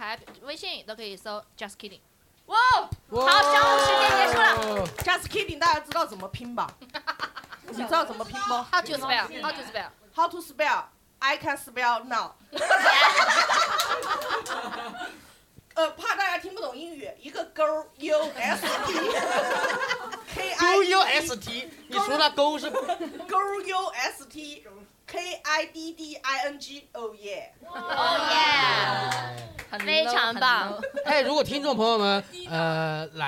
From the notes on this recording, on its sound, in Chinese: 第一次带观众录制